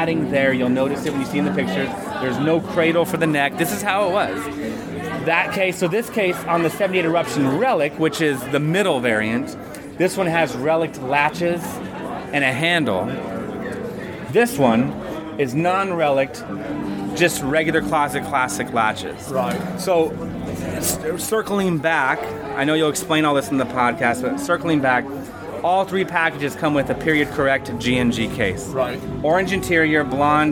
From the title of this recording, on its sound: On The Road At Summer NAMM